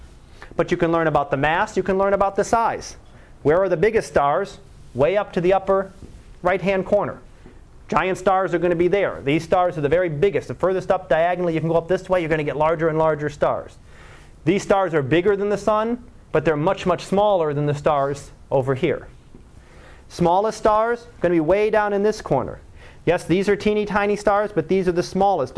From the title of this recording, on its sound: Live Class Lecture